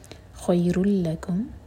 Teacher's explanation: تنوین کے بعد لام، تو ادغام بغیر غنہ کا